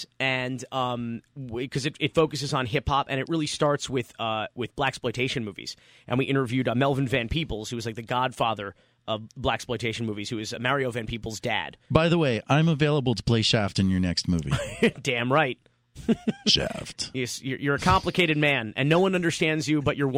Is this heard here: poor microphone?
no